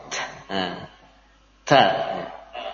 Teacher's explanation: Untuk ta lepas nafasnya.